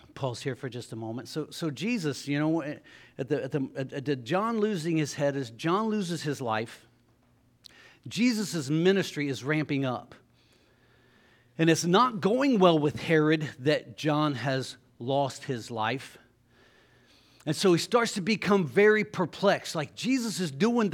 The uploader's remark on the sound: LIVE Services at Sunshine